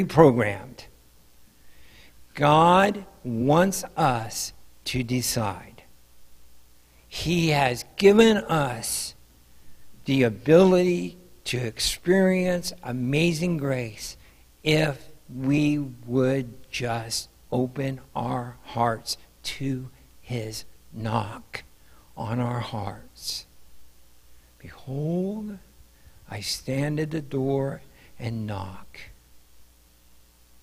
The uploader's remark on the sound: Mt. Zion Church Live!